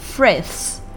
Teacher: is more interesting.首先呢，我们来看一下重点单词的发音。第一个重点单词 Frith's，这个单词很多同学呢在过渡 th 的 th 的音到 s 的 s 的音的时候，过渡这两个音的时候呢会觉得特别的困难，因为呢这两个音的舌位是非常相近的，所以说同学们在过渡的时候就会觉得啊舌头打结了，怎么也过渡不过去。其实呢，如果想要顺利的从这个 th 过渡到 S 的话，咱们需要使用一个小小的窍门。正常来讲，咱们在发 TH 音的时候呢，需要舌尖伸出上牙底端一点点。但是呢，如果想要顺利的过渡到 S 的音的话，咱们在发这个 TH 的 S 的音的时候，舌尖就不要伸出上牙了，而是抵在上牙背后